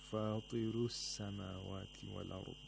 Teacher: The ra becomes muraqqaq because it's preceded by a letter with a kasra. · Term: tarqiq of the ra